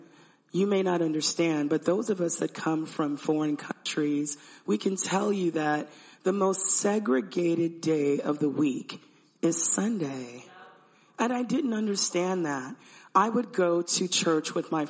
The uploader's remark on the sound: sermon and communion at our 2/18/2024 Sunday Service